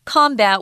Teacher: combat as a noun is pronounced combat with the emphasis on the first syllable